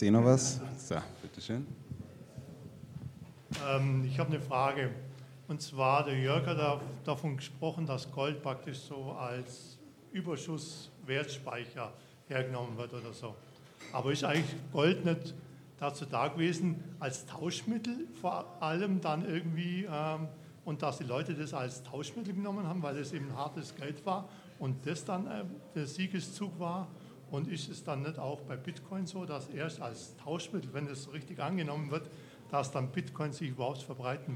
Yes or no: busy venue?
yes